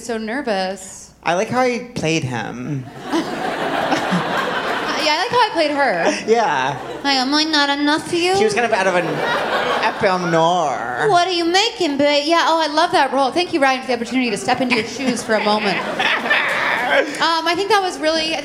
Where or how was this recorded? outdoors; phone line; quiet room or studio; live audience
live audience